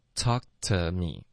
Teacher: talk 结尾的科我们导致一个停顿，那这个是要靠舌根在嘴巴里面顶上去